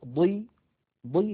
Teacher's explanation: فالكسر يضعف من تفخيم الحرف ولكن لا يفنيه، يعني ضي هي أقل من ضا ولكنها مفخمة لا تخرج عن كونها مفخمة. · Term: التفخيم